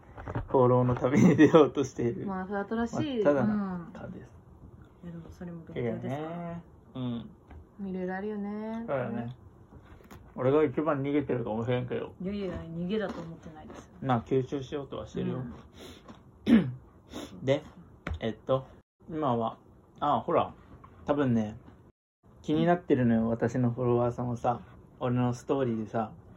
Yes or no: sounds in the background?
yes